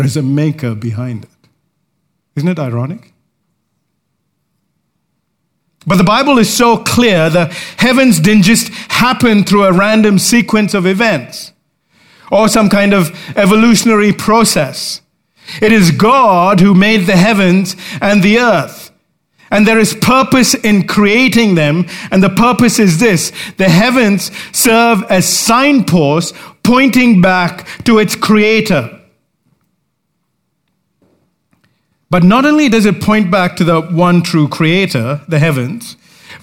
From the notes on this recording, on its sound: recorded live at Grace Community Bible Church